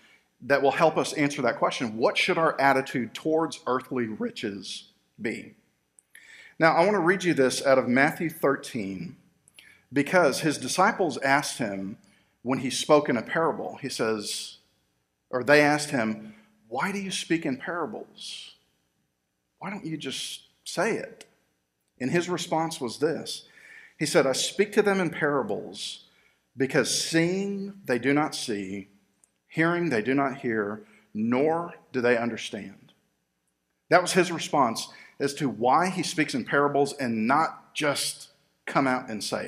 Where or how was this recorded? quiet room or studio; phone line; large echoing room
large echoing room